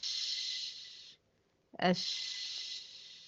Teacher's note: طيب الرخاوة قلنا بقى عكس الشدة، وهي جريان الصوت عند النطق بحروفها، وحروفها باقي الحروف بعد ما شلت أجد قاتم بكت ولن عمر، يبقى باقي الحروف حروف رخوة زي الشين مثلا، أش أش فيها جريان للصوت وفيها أيضا جريان للنفس